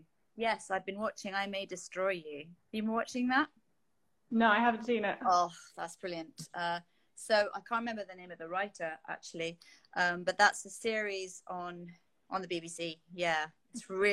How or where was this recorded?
video call